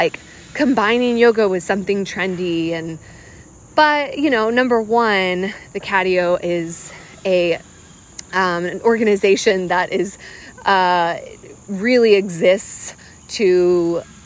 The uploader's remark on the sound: I’m talking off the cuff while walking outside